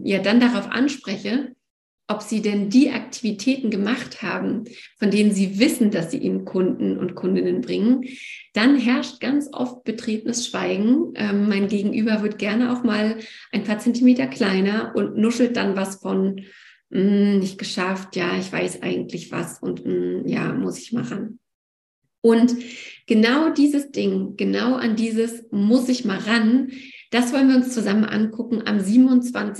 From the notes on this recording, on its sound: Wo: Online via Zoom.